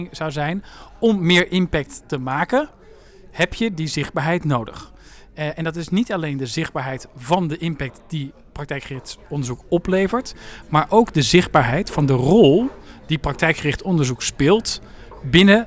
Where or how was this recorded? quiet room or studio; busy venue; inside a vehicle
busy venue